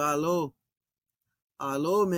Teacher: the alpha has dropped off the Allah there is because an omicron, an O follows it, and you don't want to have vowel clash, cacophony, and so you don't want to do Allah O.